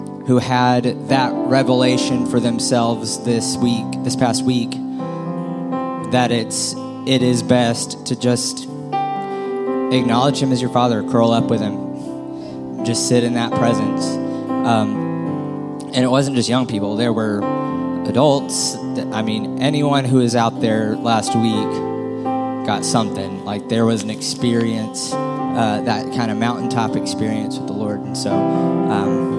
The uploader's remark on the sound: Full Sunday Service